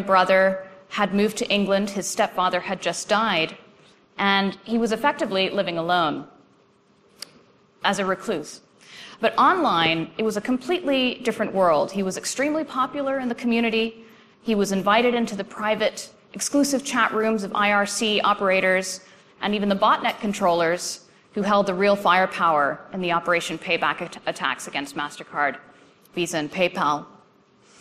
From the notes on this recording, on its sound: presentation from AusCERT's 2013 conference.